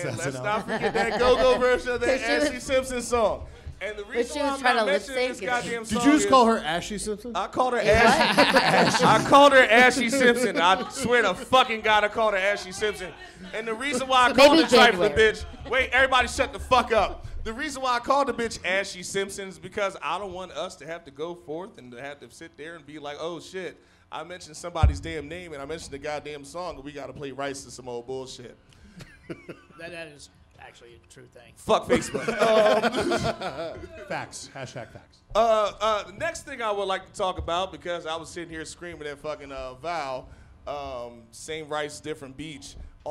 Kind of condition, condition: setting, busy venue